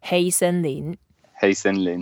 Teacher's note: just hey is the first tone, so it can be flat and very cool. Just very cool way to say hey.